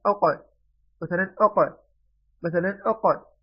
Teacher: وهو يخرج منه حرف القاف، مخرج أقصى اللسان مع الحنك العالي